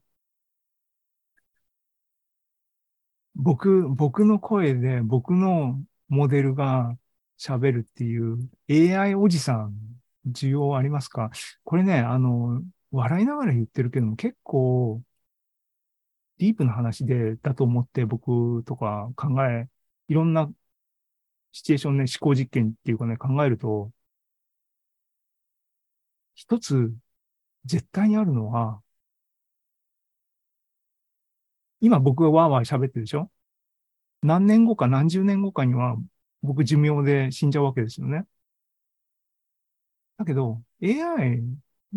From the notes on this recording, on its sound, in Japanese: ２０２３年４月２６日に開催した ZOOMライブの模様です